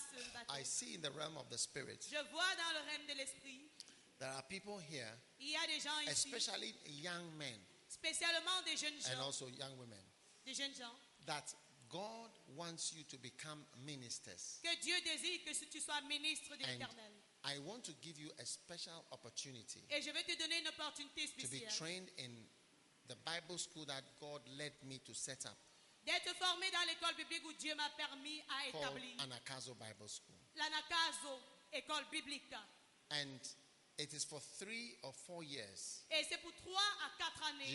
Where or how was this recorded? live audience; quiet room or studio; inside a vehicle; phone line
live audience